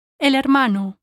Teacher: when the second word starts with the letter H, you can also run the consonant and the vowel together, because the initial H is silent. For example, el hermano. · Term: running together a consonant